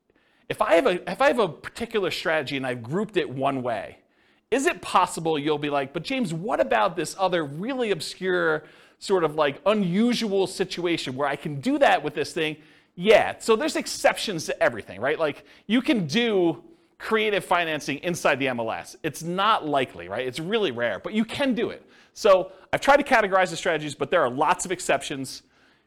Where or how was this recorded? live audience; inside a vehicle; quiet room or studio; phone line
live audience